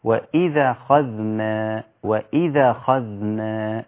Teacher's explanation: واذ اخذنا، طبعا واذ اخذنا هنا يسمى الحكم هنا النقل، النقل وهو نقل حركة الهمز الى الساكن قبلها، او نقل حركة الهمزة الى الساكن قبلها